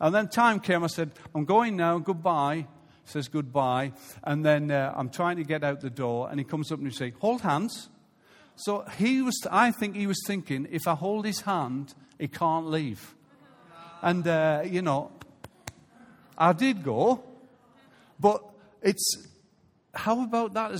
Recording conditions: live audience